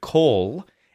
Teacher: it sounds more like a little W sound at the end of the word, call, instead of call. · Term: dark L